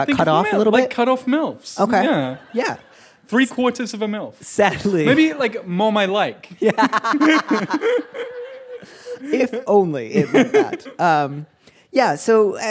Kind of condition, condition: setting, live audience